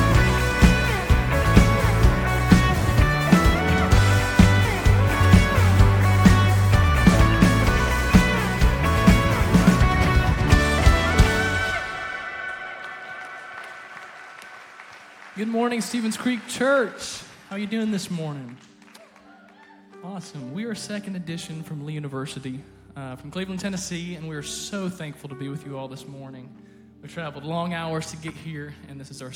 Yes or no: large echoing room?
yes